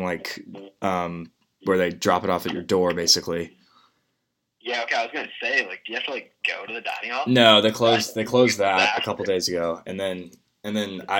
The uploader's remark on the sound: over the phone